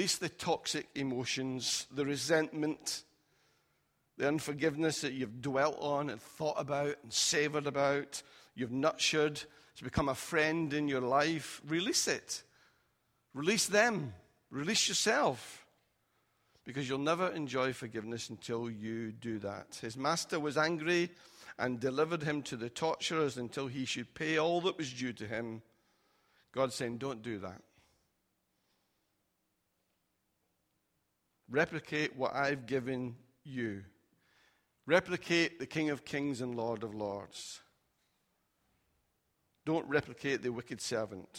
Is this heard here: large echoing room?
yes